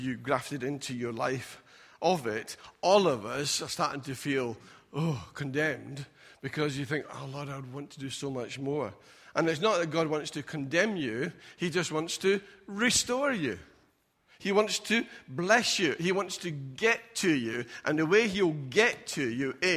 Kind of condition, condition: setting, large echoing room